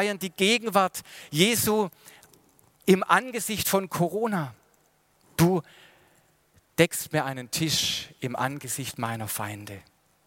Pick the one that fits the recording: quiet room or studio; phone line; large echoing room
large echoing room